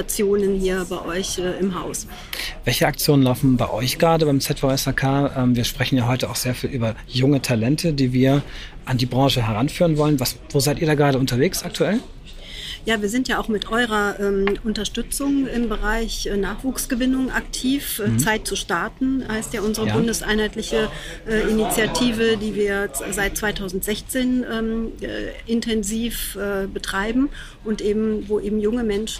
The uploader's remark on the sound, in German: Live vor Ort beim Viessmann Influencer Tag